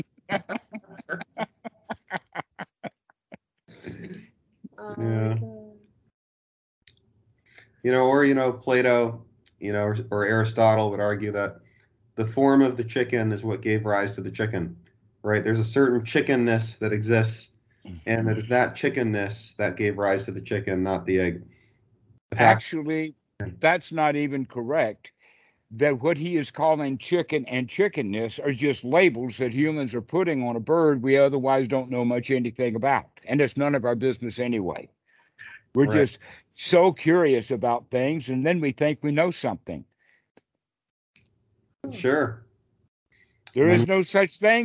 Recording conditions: video call